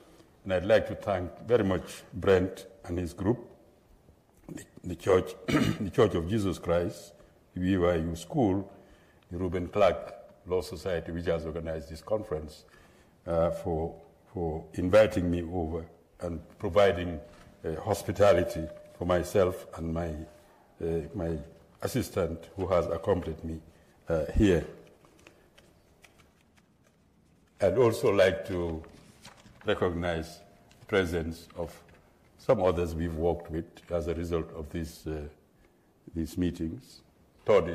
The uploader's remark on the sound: at the 2023 JRCLS Annual Conference in Atlanta, GA